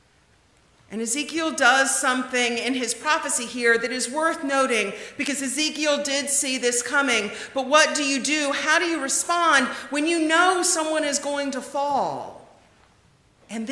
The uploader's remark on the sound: The conversation is followed by the prayers, music, and sermon from Sunday's livestream service. Recorded live each week at First Pres in beautiful historic downtown New Bern, North Carolina.